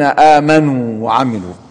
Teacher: إن الذين آمنوا وعملوا مد طبيعي مقدره حركتين لا يزاد عن ذلك